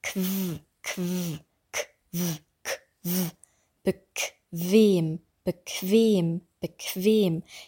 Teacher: Und bei bequem, das ist auch bei den spanischsprachigen Muttersprachlern aufgefallen, das ist kein bequem, wir bewegen die Lippen nicht, sondern die oberen Schneidezähne sind auf der Unterlippe.